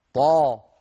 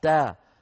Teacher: الطاء أيها الإخوة حرف مطبق مستعلي مفخم قوي، بينما التاء مستفل منفتح مرقق. طاء تاء، فالقوي لا يدخل في الضعيف، وفي الوقت نفسه لا يظهرها العرب.